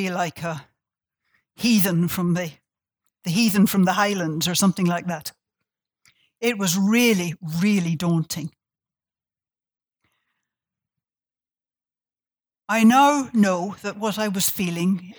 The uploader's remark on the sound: This talk was recorded on Tuesday 16 July, 2019 at the University of Sydney.